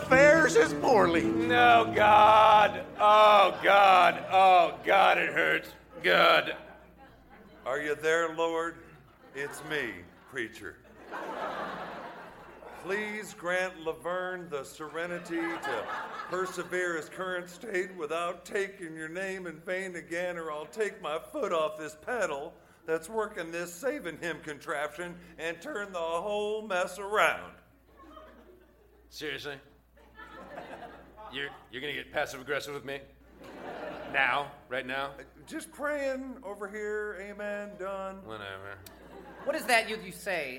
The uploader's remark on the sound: Recorded Live 10/3/2010 at Largo, Los Angeles.